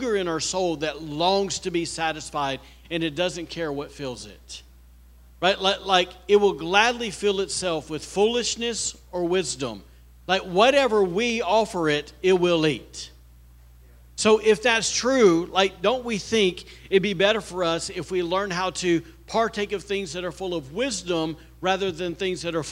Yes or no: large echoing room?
yes